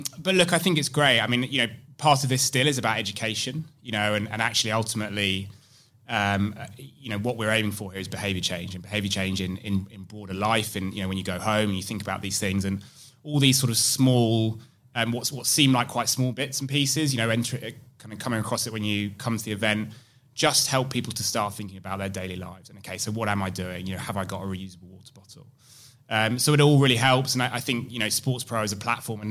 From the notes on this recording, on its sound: are joined by a series of guests at SportsPro Live 2022, an in-person return for the flagship conference